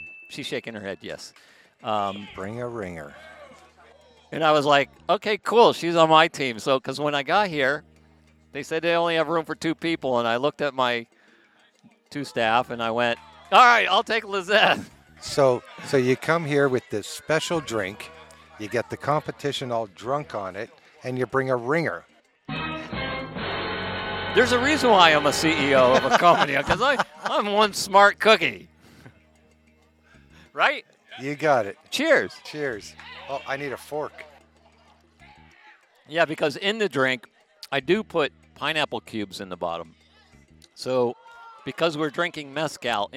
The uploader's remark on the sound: In this episode of the Playa del Carmen NOW Podcast we head outside